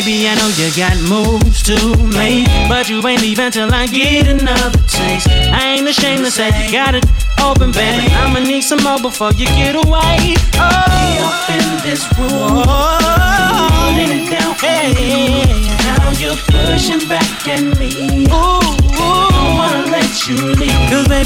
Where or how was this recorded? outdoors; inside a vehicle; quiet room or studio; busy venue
busy venue